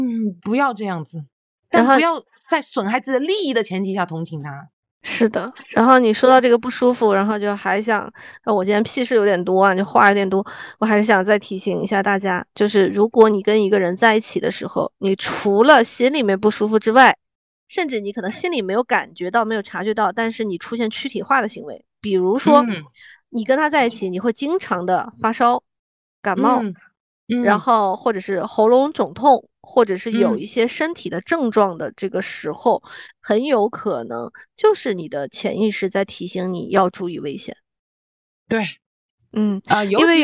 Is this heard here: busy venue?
no